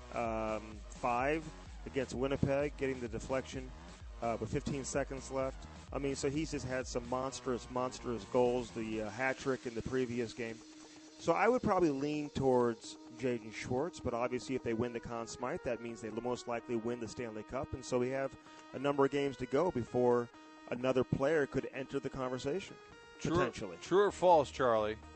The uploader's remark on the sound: broadcasting live from the Enterprise Center